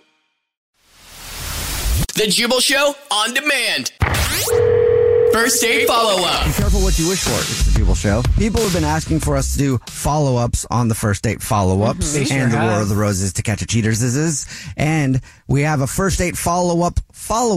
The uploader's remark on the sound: We get that other person on the phone